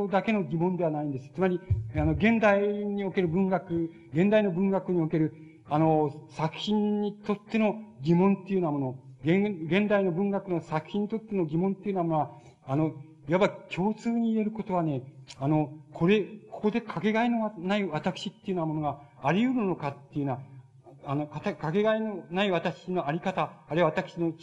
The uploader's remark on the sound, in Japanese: 場所：高知市立中央公民館。高知県教育委員会などの主催による 「夏季大学」での講演。音源はたいへんクリア。